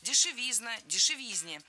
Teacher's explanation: Дешевизна тоже неверно. В этом слове, опять же, ударным должен быть суффикс «изн». · Term: ударение